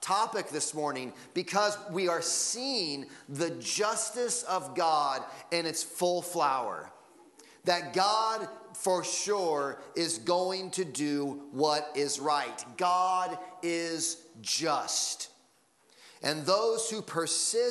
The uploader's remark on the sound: Sunday Morning Sermon Audio.